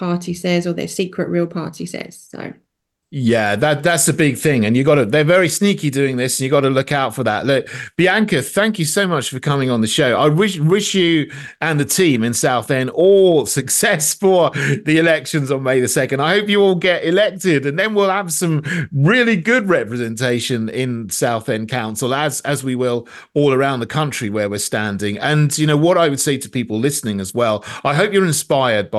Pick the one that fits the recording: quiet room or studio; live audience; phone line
quiet room or studio